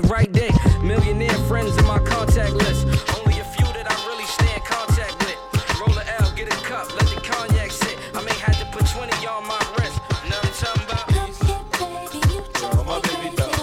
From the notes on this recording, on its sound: Originally broadcast live on November 1, 2018 from the storefront of Kinfolk 90 in Williamsburg, Brooklyn, New York City. Broadcast live on WAXX.fm.